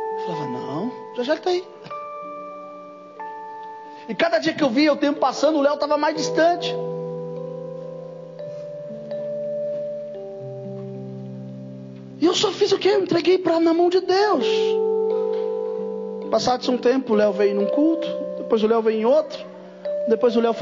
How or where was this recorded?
large echoing room